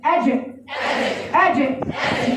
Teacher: بقفل وبعدين انفجار. صوت انفجار